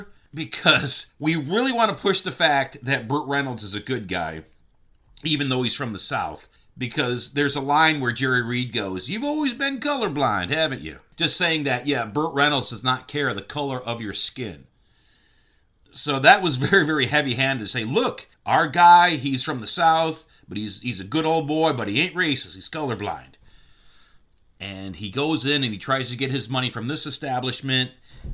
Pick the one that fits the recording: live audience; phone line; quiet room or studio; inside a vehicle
quiet room or studio